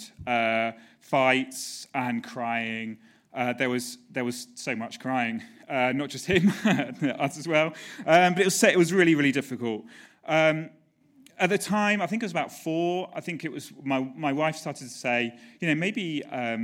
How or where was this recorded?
live audience